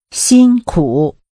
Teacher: Using high level and falling rising tones